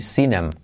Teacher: salto la TH y se dice así